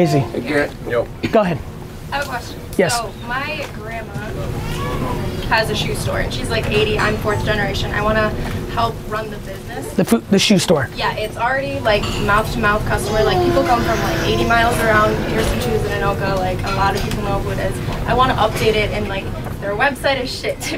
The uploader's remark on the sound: A Live Q&A In an IHOP In Minneapolis